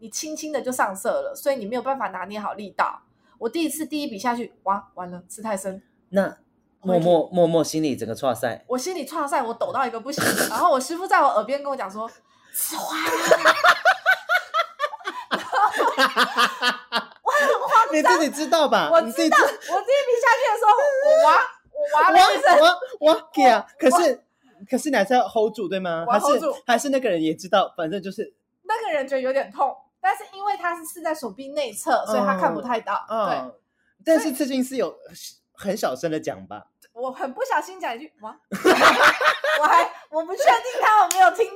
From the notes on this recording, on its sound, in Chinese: 防疫期間遠端錄音，錄音品質稍不佳請見諒